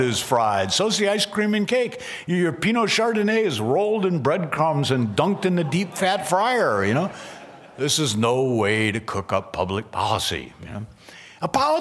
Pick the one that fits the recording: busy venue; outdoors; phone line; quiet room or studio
busy venue